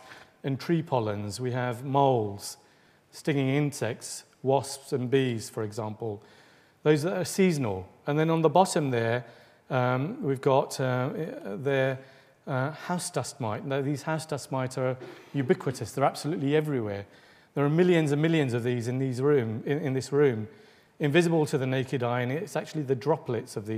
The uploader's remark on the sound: Delivers the third lecture in the 2014 Medical Detectives series. Recorded on 23 October 2014, at the University of Edinburgh's Anatomy Lecture Theatre.